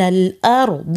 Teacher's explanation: ولا تفخم الألف في الكلمة القرآنية الأرض، الراء والضاد فقط المفخمان.